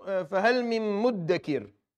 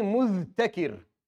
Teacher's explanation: They took the dhal, and then they put it, they fused it into the ta. And a ta with a shadda is not very fun to say, so they turned it into a dal. · Shown in: first take · Term: idgham